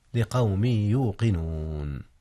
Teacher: أدغم التنوين من قوم في ياء يوقنون، وكان الإدغام بغنة